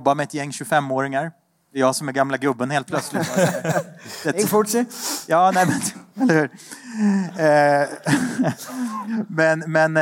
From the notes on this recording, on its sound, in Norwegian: AVHØRTs Juleshow, live fra Rockefeller!